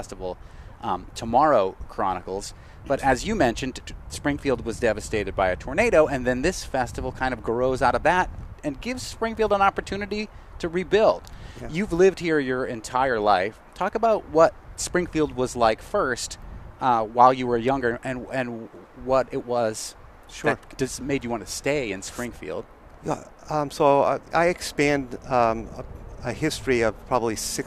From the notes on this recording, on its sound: The Fabulous 413 is live in the streets of the Fabulous 413. We’re broadcasting live from the kick off to the Springfield Jazz & Roots Festival . We'll be joined live in front of The Student Prince on Fort St.